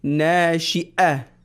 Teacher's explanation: whenever there is hamza, we mentioned previously as well, it breaks the sound. It does not break the breath. You need to keep the breath, but break the sound.